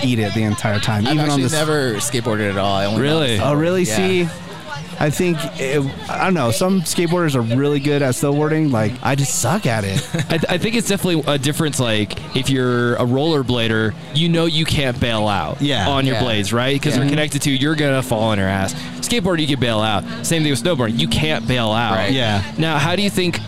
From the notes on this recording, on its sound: Live From Big Bear Mountain Resort. To do a special live recording in the snow. Chat with listeners.